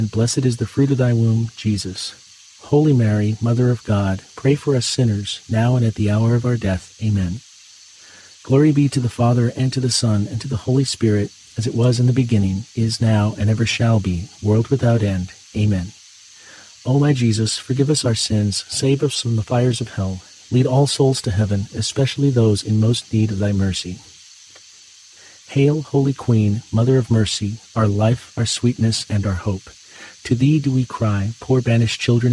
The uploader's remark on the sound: Get closer to nature and enjoy the soothing outdoor sounds of cicadas singing on a warm summer night alongside this Saturday rosary.